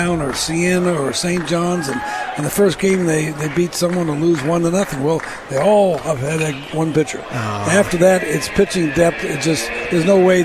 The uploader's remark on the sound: LIVE at the 2021 SEC Tournament.